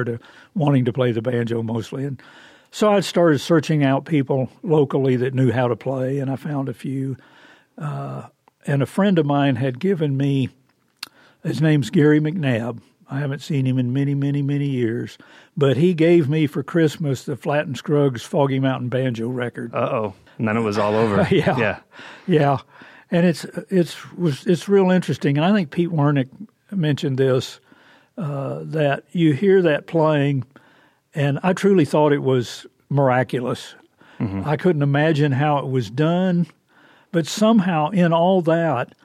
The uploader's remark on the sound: Recorded at Midwest Banjo Camp 2018.